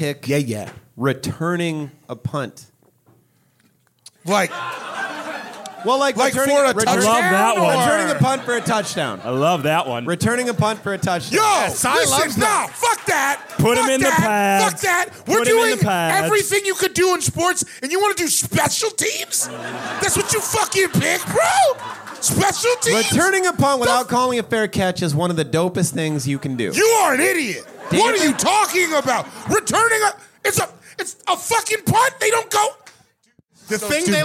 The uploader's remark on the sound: This episode was recorded live at The 10,000 Laughs Comedy Festival in Minneapolis, Minnesota.